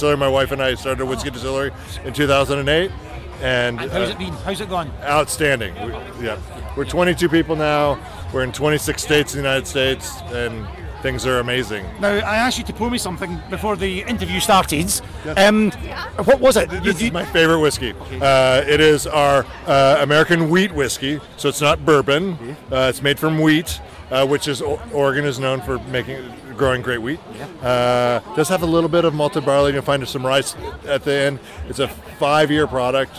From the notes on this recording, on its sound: We then travel to the Netherlands to capture some of the action from The Art of Drinks Wine and Spirit Festival.